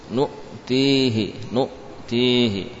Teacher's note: Hamzahnya betul-betul diberi sifat syiddah sehingga tidak lagi tersisa suara. Suara tidak berjalan.